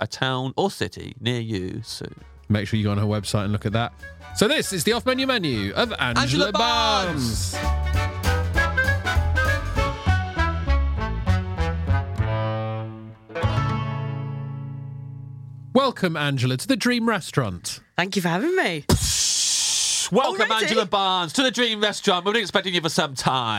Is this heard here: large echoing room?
no